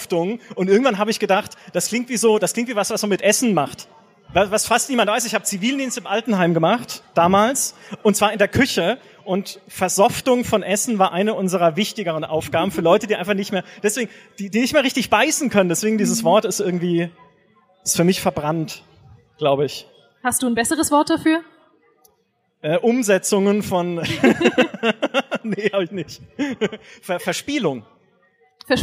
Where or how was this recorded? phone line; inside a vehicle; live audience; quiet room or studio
live audience